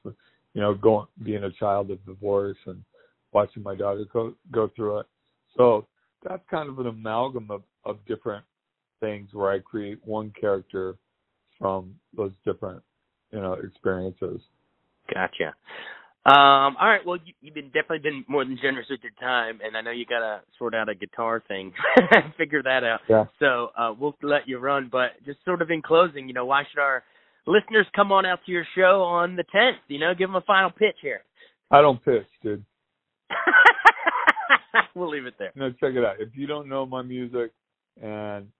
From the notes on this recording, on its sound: They spoke over the phone.